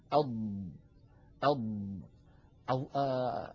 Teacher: تجدون الصوت منحصر بين اللسان وبين الحنك الأعلى · Term: الإطباق